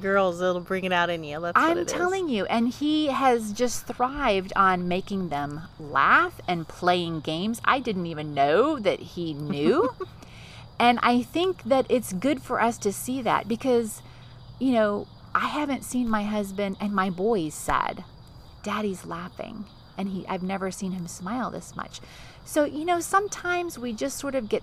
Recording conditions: inside a vehicle